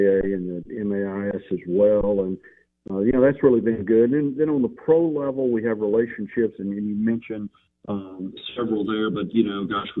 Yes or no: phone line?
yes